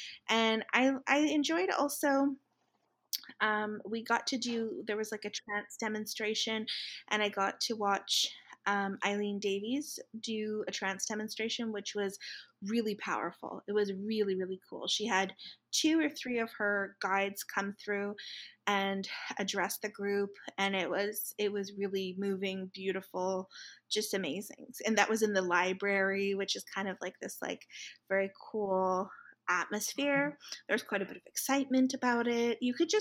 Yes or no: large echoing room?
no